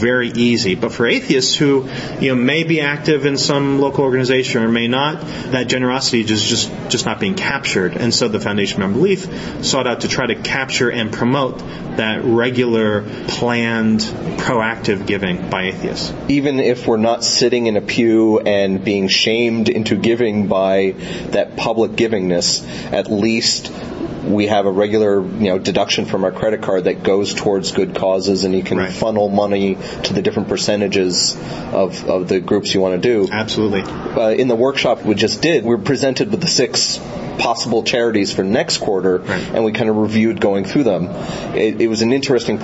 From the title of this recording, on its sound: at Skepticon 2012